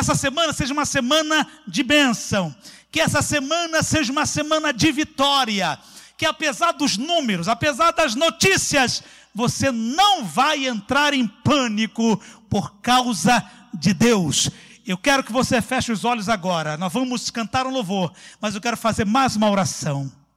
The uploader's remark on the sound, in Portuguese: CULTO AO VIVO